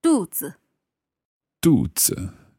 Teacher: Do we have a fourth tone and then a neutral tone there?